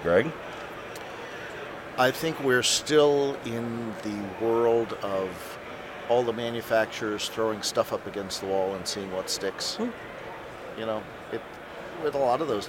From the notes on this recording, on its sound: We are live at InfoComm 2012